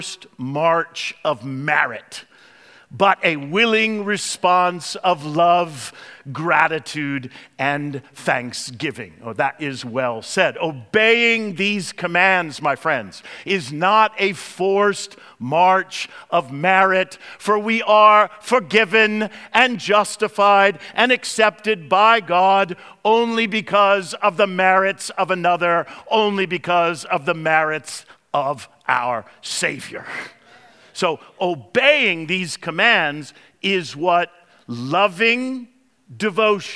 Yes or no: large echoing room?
yes